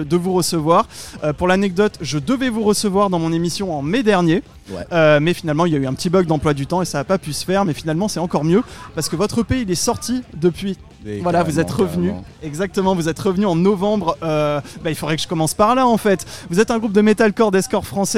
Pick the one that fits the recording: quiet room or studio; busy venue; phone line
busy venue